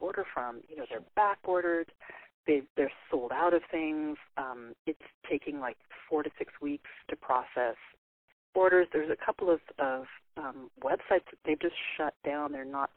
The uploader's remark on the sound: over the phone